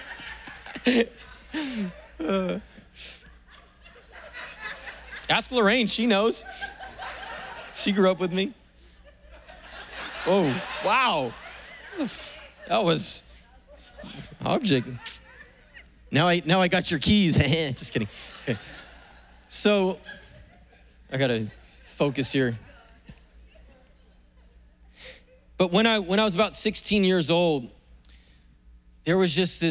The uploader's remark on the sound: was preached on April 25th at the 10AM service.